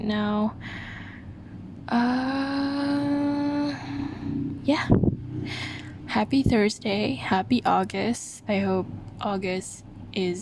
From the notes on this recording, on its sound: I breathe too much into the mic on this one.